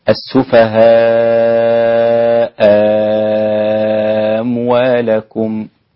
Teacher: أبدلت الهمزة الثانية ألفا · Term: الإبدال